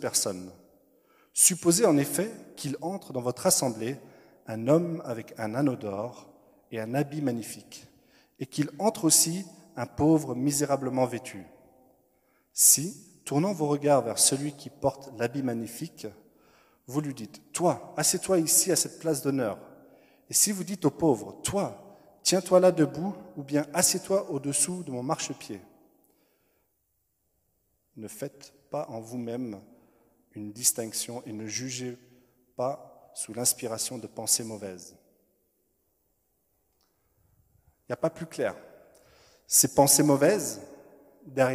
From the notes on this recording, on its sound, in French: Enregistré à l'église CVV, le 07/02/2021